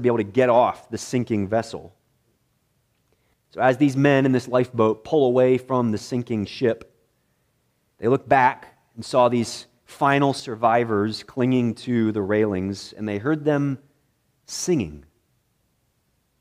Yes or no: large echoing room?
yes